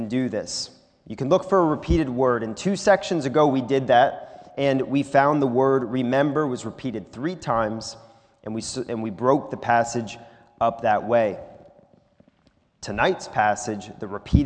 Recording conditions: large echoing room